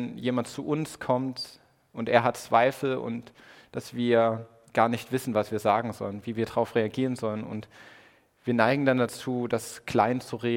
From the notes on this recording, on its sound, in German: Predigt im Rahmen des GreifBar+ Gottesdienstes